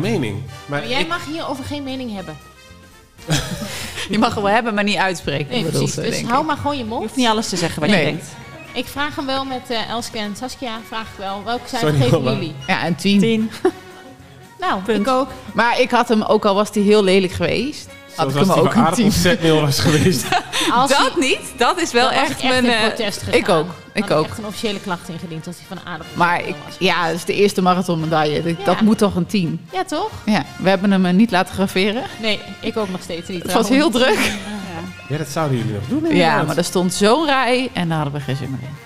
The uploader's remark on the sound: Live in front of a studio audience!!! Is deze aflevering opgenomen voor een live publiek bij Locatie Punt in Deventer!